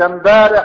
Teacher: يعني الميم الساكنة بدل اللام الساكنة في أل · Term: يطمطم